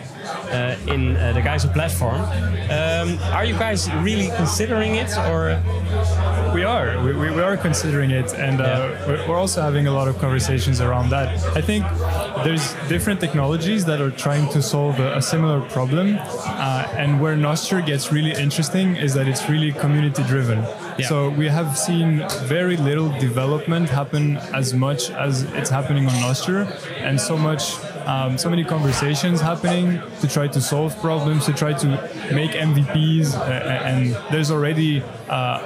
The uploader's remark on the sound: United Kingdom & The Netherlands. Interview live from Bitcoin Amsterdam Conference 2022.